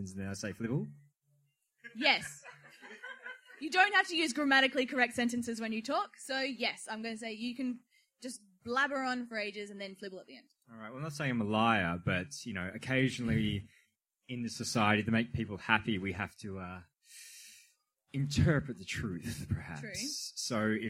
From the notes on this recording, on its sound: Live at the Adelaide Fringe. Our first Live Episode of Adelaides Hungriest podcast. (Recorded at midnight). Filmed at the 2018 Adelaide Fringe.